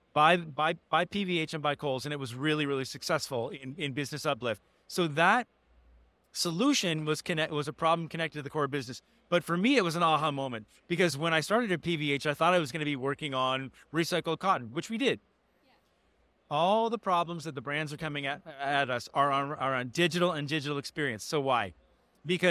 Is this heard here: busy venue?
yes